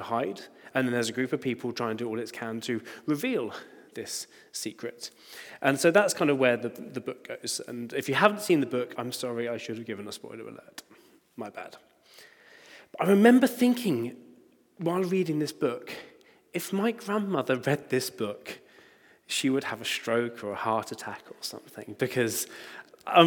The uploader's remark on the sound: Recording from Immanuelskyrkan Skövde.